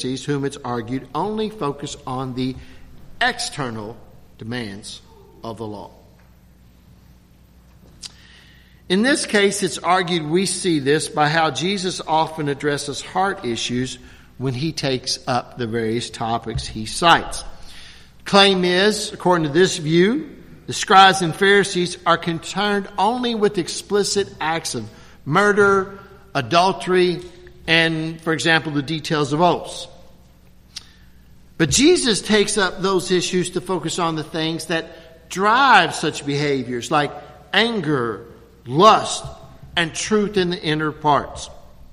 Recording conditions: large echoing room